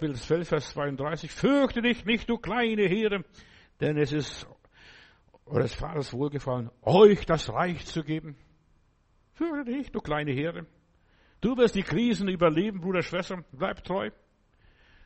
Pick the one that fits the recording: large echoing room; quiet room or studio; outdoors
large echoing room